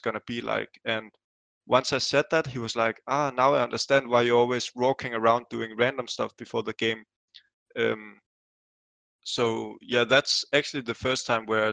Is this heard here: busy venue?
no